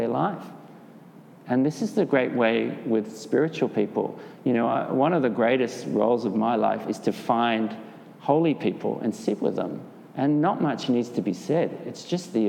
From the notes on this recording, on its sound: This interview was done live at a meditation of The Broad Place